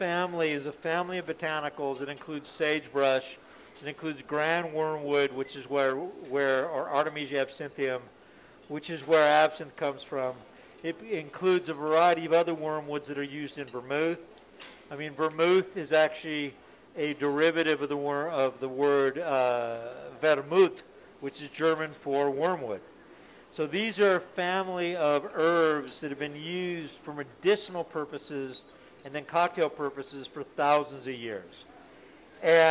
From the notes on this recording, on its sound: Cooking live for you from Logan Street Denver and Carboy Winery! This is night three of the Fall Dinner Series.